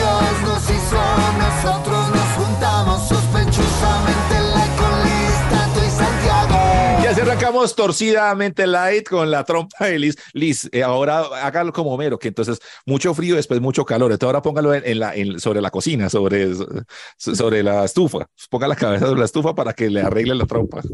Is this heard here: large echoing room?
no